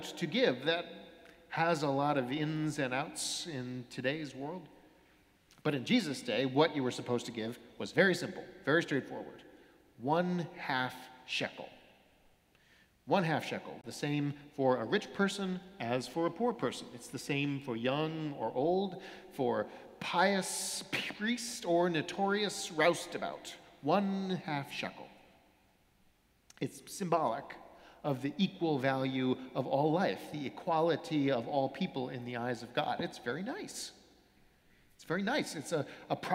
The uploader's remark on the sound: Sermons from Old South Church in Boston